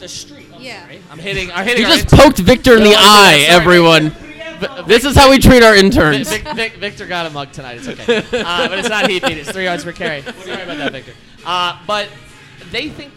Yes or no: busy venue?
yes